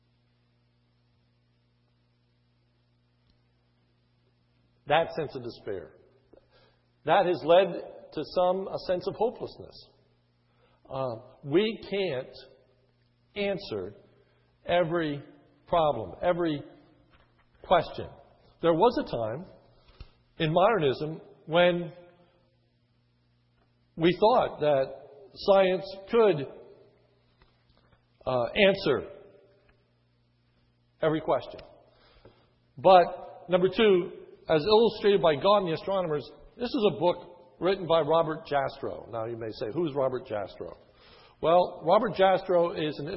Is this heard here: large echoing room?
yes